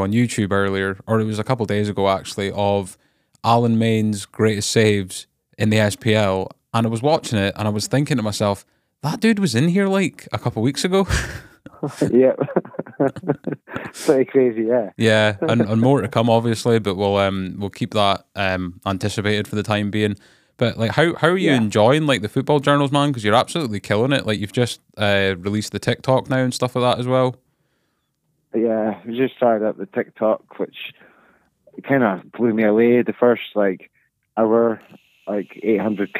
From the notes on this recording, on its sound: Jumped on the phone to do a episode during the absolute rush that is the festive period. Rodecaster troubles.